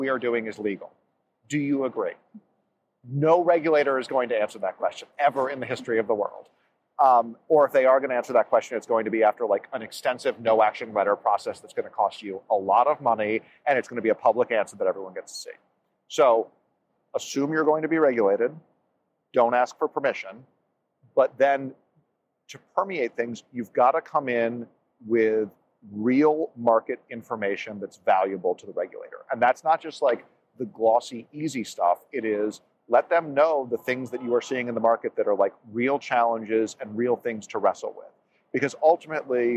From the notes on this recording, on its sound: LIVE from Money20/20. It's timely and yet it was recorded last October LIVE at Money20/20.